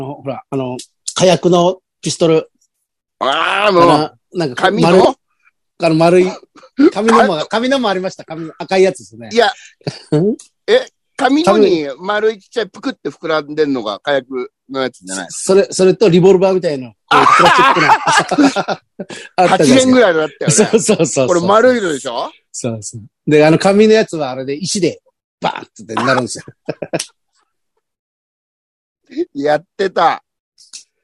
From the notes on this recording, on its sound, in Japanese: ZOOMで収録